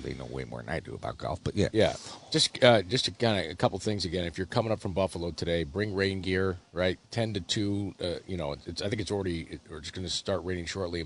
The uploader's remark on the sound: Live from the PGA Championship at Oak Hill